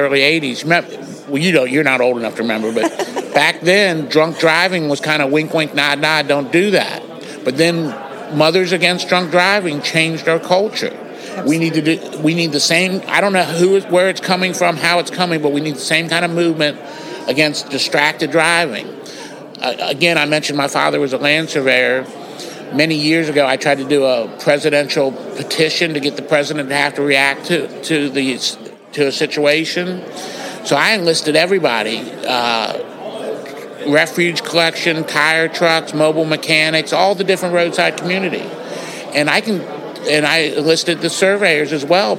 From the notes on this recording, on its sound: SURPRISE podcast interview LIVE from the Midwest Regional Tow Show!